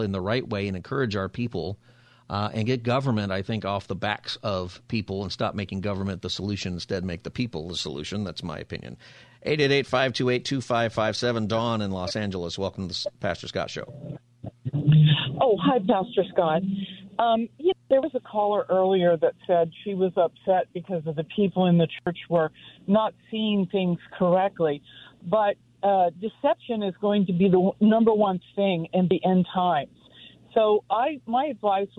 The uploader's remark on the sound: Open Phone Friday